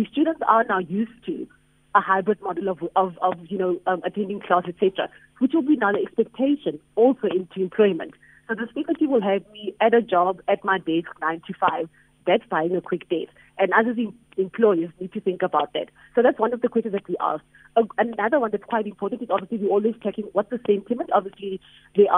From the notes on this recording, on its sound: we are joined on the line